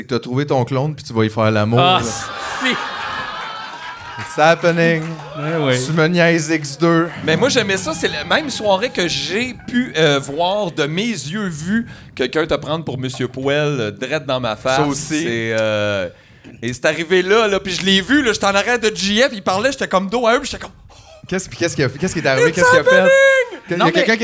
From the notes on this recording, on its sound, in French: Épisode enregistré le 22 février 2023 au chic Verre Bouteille à Montréal.